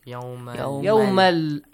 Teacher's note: it's not with ghunna. You don't need to produce a nasal sound · Term: Merge